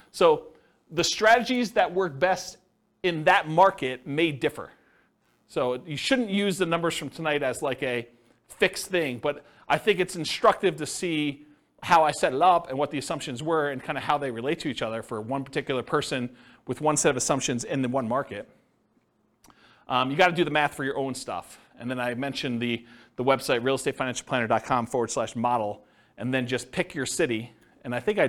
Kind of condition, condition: setting, live audience